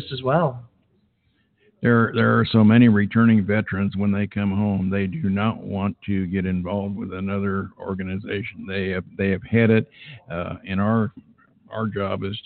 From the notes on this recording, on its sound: LIVE from the 2018 AMVETS National Convention